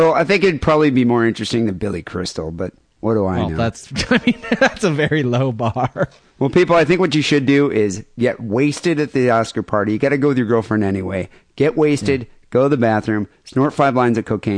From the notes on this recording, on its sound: Phone calls and listener email.